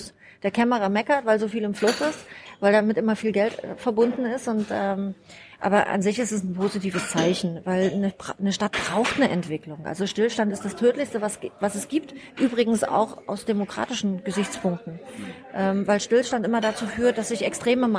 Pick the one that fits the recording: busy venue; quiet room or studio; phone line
busy venue